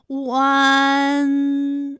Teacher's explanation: 舌尖迅速移到上齿龈部，最后抵住上齿龈，发出鼻音呢的状态 · Term: 乌安